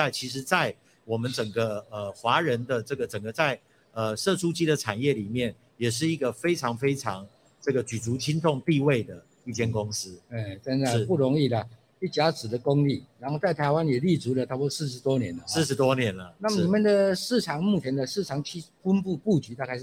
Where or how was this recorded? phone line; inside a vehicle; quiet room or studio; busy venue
busy venue